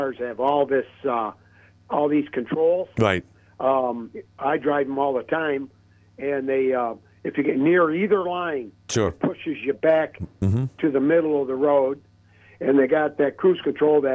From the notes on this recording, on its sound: A second candidate called in today.